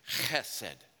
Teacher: there's no ch sound in Hebrew, so it's chesed love. It's a guttural. CH is pronounced chet.